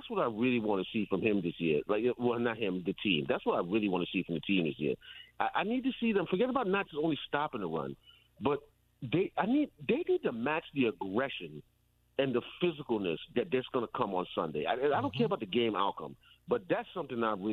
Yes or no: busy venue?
no